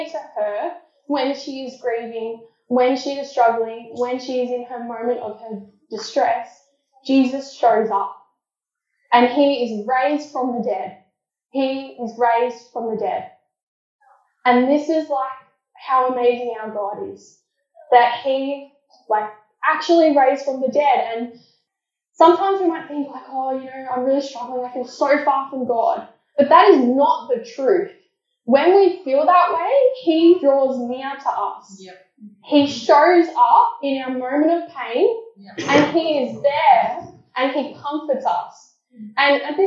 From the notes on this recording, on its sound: Apologies for the poor audio quality.